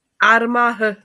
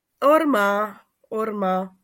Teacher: Tak, Armah, tak, pozor, jo, to hej na konci, to ještě asi nebylo úplně jasné, to nevadí, to se čte jako vokalické A, to je v pohodě, ale to, co na to má, je přízvučné a to Ar, to je zavřené nepřízvučné, takže tam bude to O · Shown in: second take